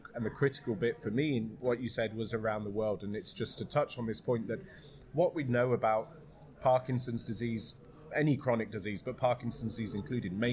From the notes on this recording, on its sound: LIVE From Michael J. Fox Foundation Conference. The interview was conducted live at the recently concluded Michael J Fox Foundation’s Annnual gathering in New York.